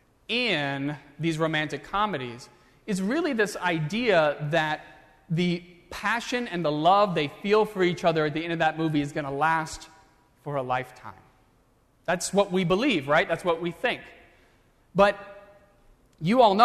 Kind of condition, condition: setting, large echoing room